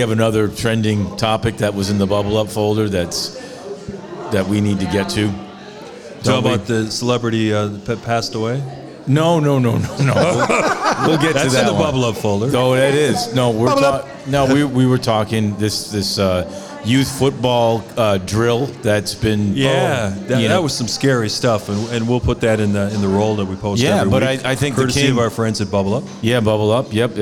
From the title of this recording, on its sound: Live From Salutos in Gurnee